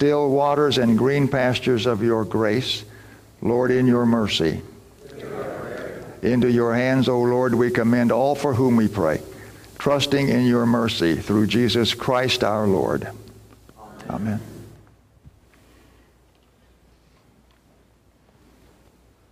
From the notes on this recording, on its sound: Recording from Sunday's Worship at First Lutheran Church and School in Clearwater, FLorida.